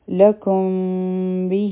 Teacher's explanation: د میم ساکن اخفا ده ځکه چې د میم ساکن نه پس با راغله دوه سکنډه ټایم به ورکو او زموږ شونډې به مکمل طور بندې نه وي